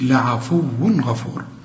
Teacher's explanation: شوف كل تنوين يجي لك بعده غين، والغين دي من حروف الإظهار ما تغنش